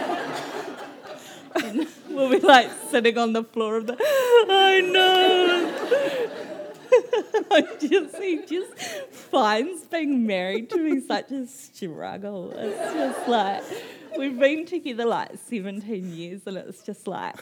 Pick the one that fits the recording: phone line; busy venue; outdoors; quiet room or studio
busy venue